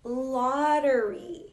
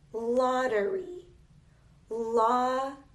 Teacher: We pronounce this double T like a D, and it is that way for almost every double T sound.